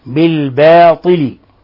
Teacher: ونلاحظ كيف رققنا الباء والألف وفخمنا الطاء، لا نقول بالباطل وإنما بالباطل.